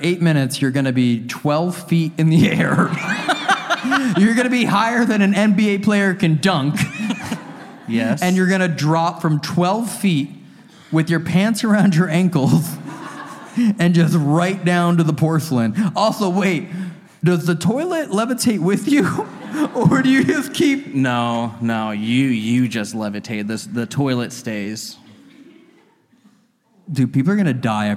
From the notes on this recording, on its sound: This episode was filmed in front of a live audience at the haunted Galleries of Justice in Nottingham, UK on October 22, 2022.